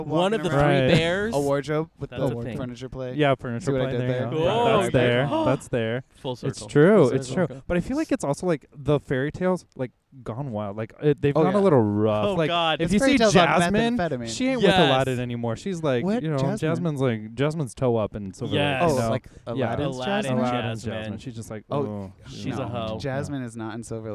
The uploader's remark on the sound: Extra Special thanks to The Sportsmans Lounge in Studio City. We recorded in their awesome patio space, but this hotel has much more to offer.